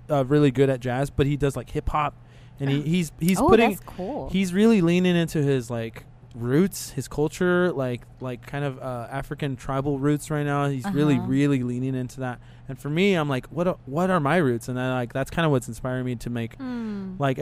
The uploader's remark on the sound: We had a chance to do a recording over at The Cotillion, the historic event venue built in 1960.